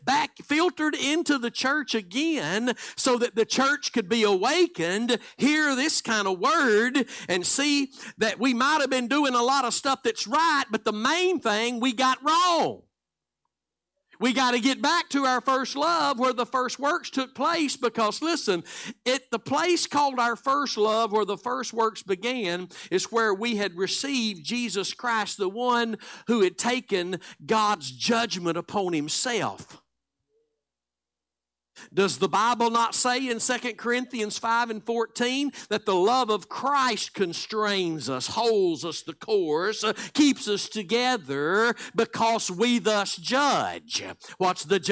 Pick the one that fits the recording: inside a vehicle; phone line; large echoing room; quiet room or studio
large echoing room